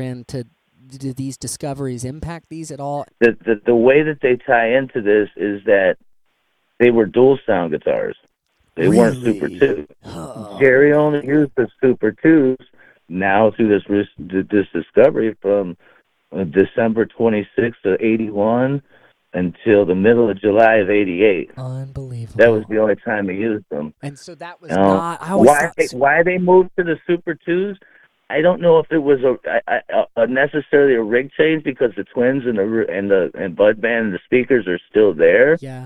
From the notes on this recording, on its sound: on a rare phone call with me